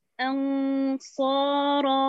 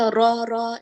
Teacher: لا تهمس الراء ولا تأتي بالتكرير · Shown in: first take